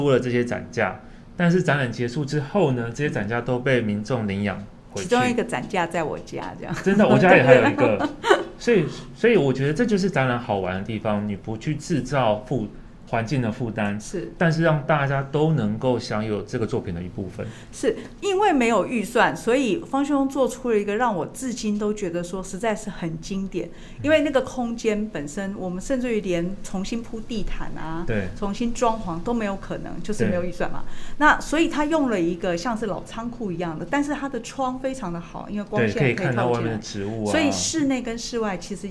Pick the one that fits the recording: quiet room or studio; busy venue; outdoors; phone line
busy venue